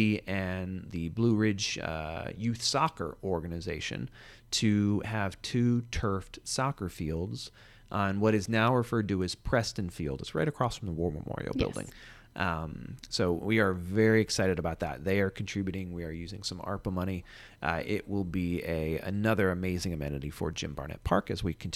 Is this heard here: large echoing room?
no